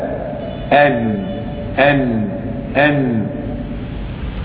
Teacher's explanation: مخرج النون هو طرف اللسان تحت مخرج اللام